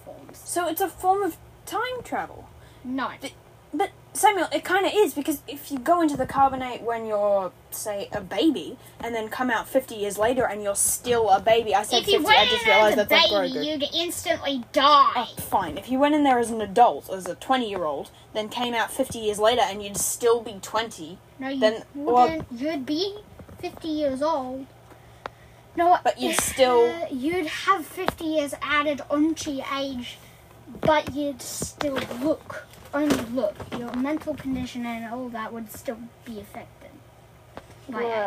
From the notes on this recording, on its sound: It’s basically us just having a very heated discussion. Headphone users, I am very sorry for the noise.